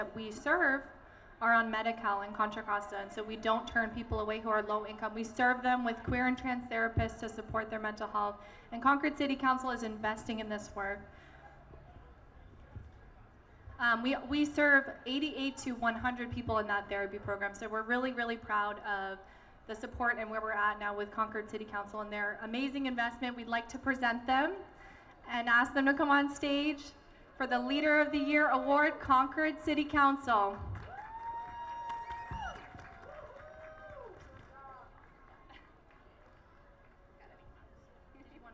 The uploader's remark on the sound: Pride In The Plaza is an annual event held in Concord California. The event is hosted by Rainbow Community Center of Contra Costa. We’ll hear sounds from the annual event.